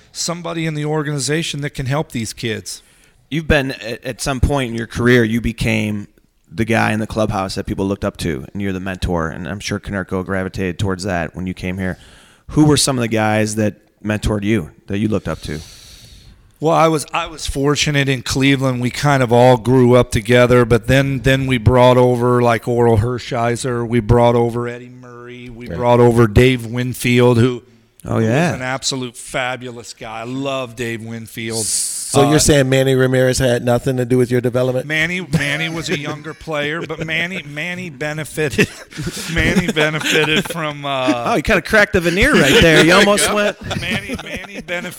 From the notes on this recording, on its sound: live from SoxFest 2017!